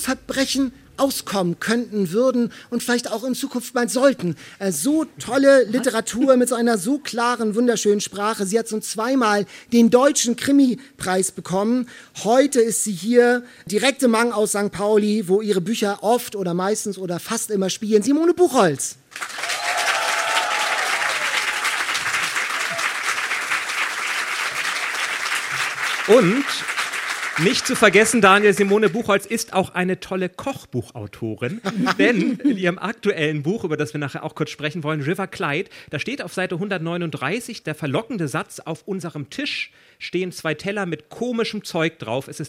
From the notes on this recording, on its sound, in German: Diesmal mit Live-Publikum auf Kampnagel in Hamburg. An einem lauen Sommerabend fand die erste öffentliche Podcast-Aufzeichnung statt.